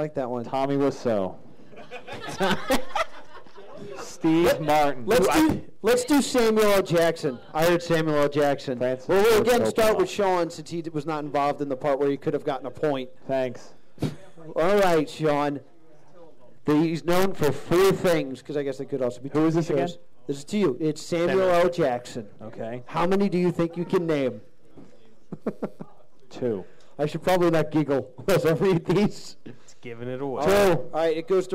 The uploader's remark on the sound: This episode of The +2 Comedy podcast was taped at Jester's Playhouse